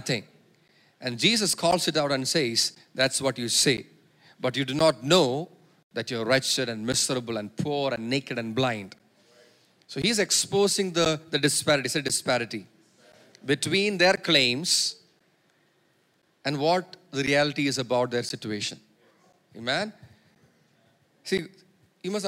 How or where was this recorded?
large echoing room